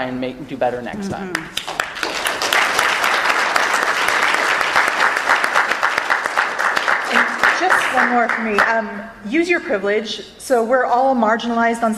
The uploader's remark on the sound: Recorded live at Star Trek Mission Chicago.